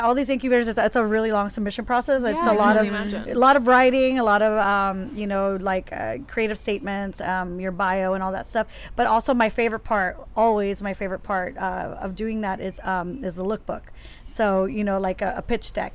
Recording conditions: busy venue